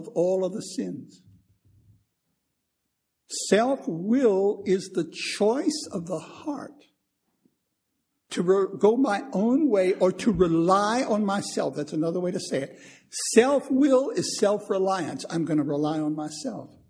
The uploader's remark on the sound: Recorded 1/11/2015 at Christ Church Anglican